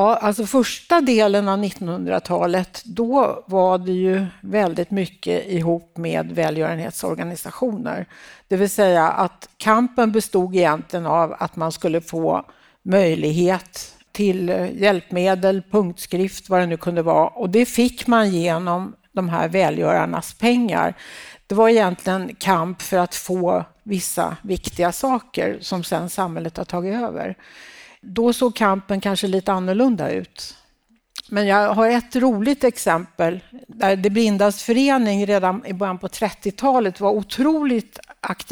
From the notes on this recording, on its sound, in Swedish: På DHR:s förbundsmöte, tillika 100 årskalas, spelades podden in live i Göteborg.